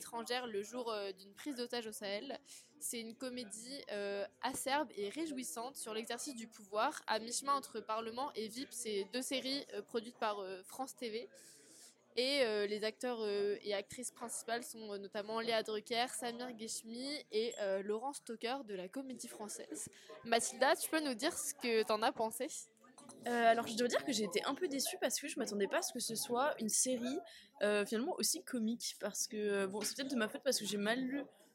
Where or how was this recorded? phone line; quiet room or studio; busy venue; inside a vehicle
busy venue